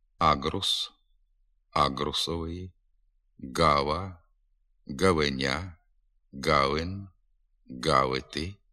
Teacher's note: Звук «г» задньоязиковий, зімкнено-проривний, дзвінкий, приголосний. Твориться він так, як звук «к», тільки з участю голосу. У сучасній українській літературній мові, на відміну від російської, звук «г» вживається у небагатьох словах.